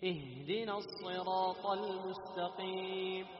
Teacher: تحس بخروج ماذا النفس عند النطق بالهاء · Term: الهمس